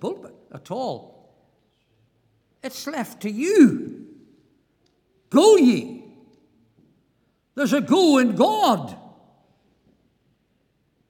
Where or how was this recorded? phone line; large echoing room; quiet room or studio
large echoing room